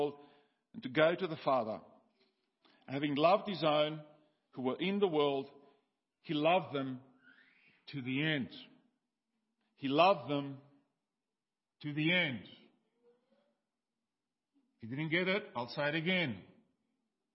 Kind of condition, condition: setting, large echoing room